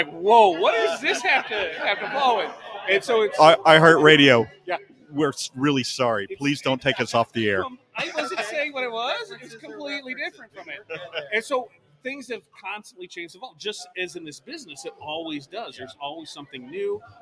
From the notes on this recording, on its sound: Thank you to all our guests who joined us and the wonderful people in the studio audience